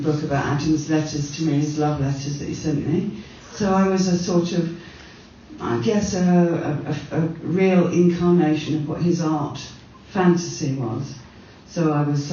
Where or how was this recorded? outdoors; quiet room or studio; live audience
live audience